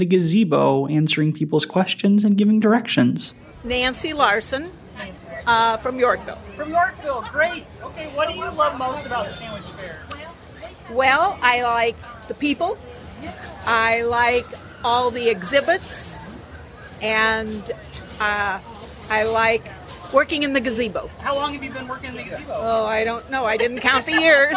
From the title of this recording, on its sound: Live at the Sandwich Fair!